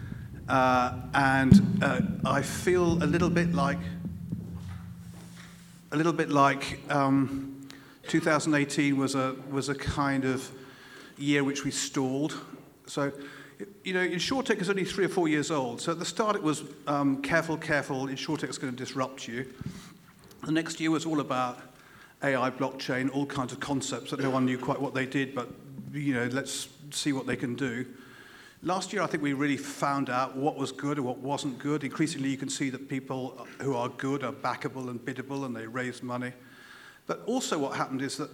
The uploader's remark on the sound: The InsTech London Partners on stage. Recorded live from the InsTech London evening session at The Steelyard.